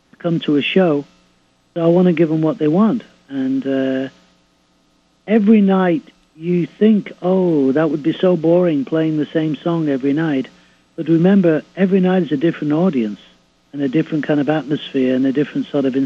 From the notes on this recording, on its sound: called in for a chat